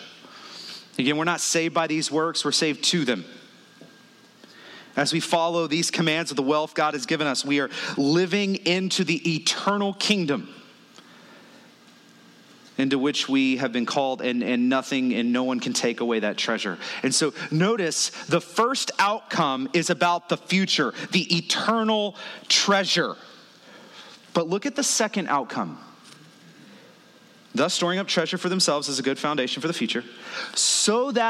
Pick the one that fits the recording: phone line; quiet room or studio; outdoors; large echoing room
large echoing room